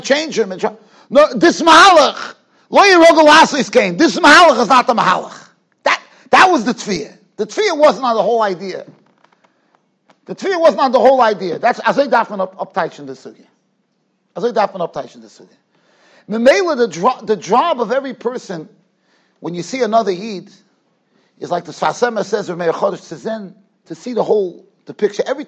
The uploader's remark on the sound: Shiur recorded in Yeshivas Ohr Reuven, Monsey, NY.